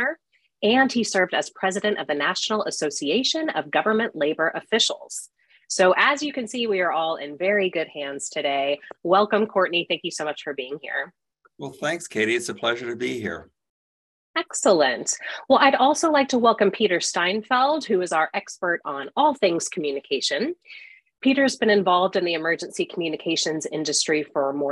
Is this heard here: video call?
yes